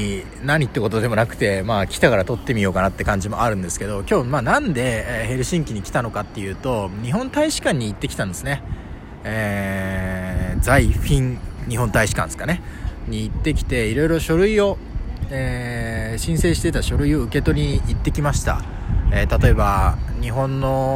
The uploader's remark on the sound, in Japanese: 海外ロケ フィンランド・ヘルシンキ大聖堂の前で収録してみた。フィンランドの首都ヘルシンキに来ましたのでついでにヘルシンキの大聖堂前で録音してみました。